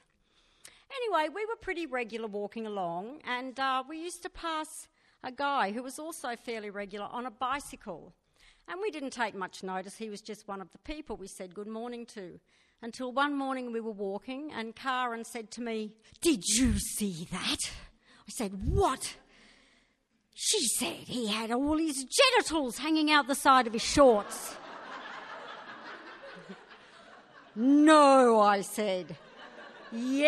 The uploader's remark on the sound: Recorded live at Belconnen Arts Centre, Canberra on May 23 2013.